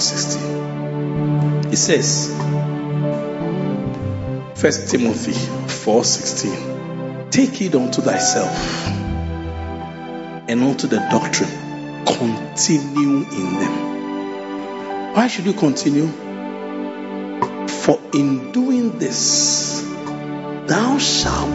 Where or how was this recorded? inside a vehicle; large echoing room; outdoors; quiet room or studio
large echoing room